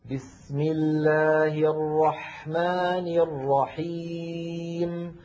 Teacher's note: الحاء ساكنة وهي حرف رخو، إذن يجب أن يكون زمن الحاء مساويا لزمن بس، زمن السين التي تقدمت، لأنهما نظيران.